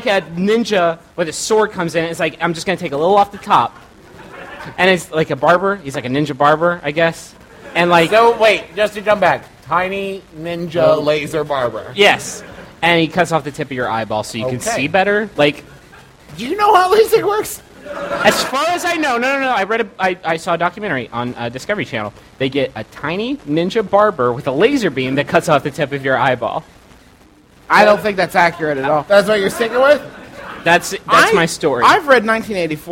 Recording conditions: live audience